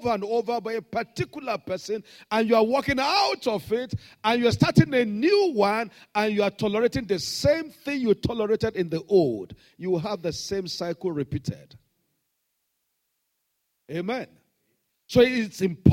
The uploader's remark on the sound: This Sunday Service message